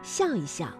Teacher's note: 夹在叠词之间呢，念成轻声，比如笑一笑